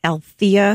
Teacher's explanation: with the emphasis on the second syllable